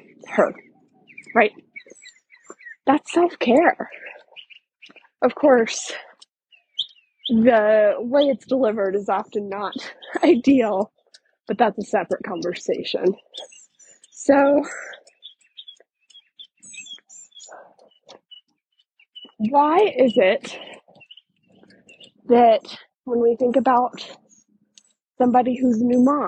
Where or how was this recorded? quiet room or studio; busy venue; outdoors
outdoors